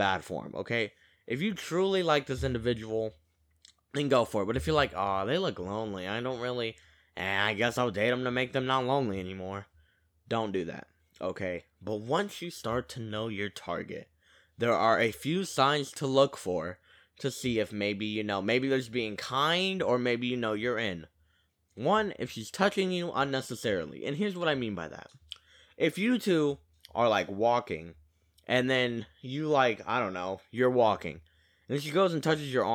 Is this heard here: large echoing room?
no